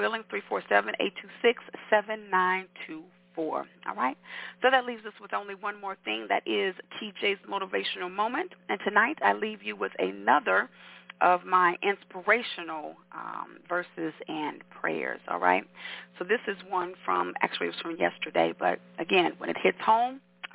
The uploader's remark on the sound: your phone calls, comments, questions and much more!